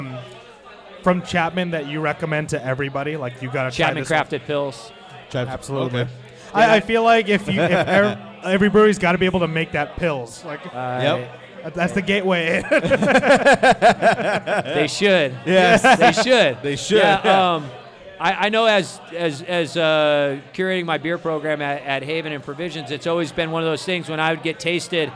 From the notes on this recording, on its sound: We were LIVE from the Wall Restaurant in Orange, California! We did a live show for the The Wall’s 2nd Anniversary!